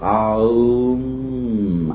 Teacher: and M is at the lips